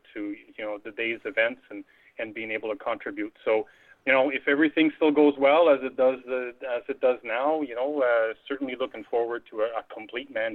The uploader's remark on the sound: via telephone